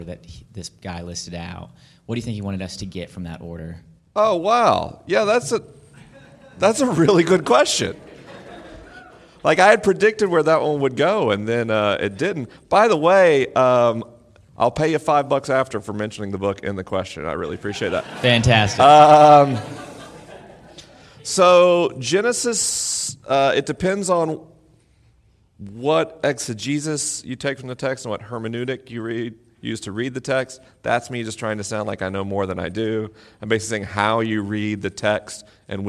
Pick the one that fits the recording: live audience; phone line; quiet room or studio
live audience